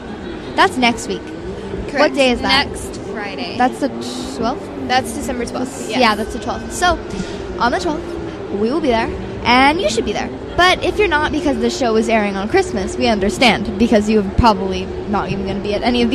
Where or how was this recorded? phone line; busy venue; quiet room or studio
busy venue